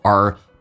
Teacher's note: 直接说成 our,轻轻的卷下舌头